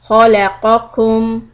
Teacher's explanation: the قَ is from the back of the throat and on the soft palate, and كُمْ is on the hard palate